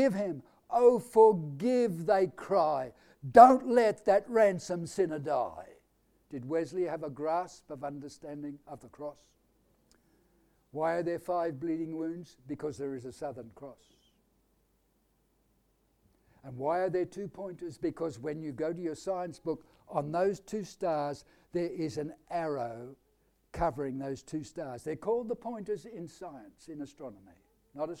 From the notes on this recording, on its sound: Audio sermon recorded live at Annual Family Church Camp 2020 at Phillip Island, Victoria, Australia.